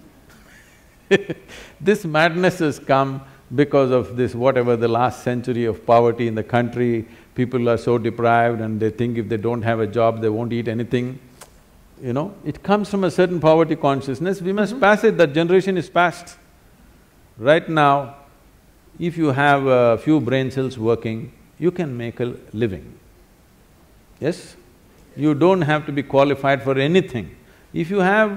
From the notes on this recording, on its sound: answers several questions from the audience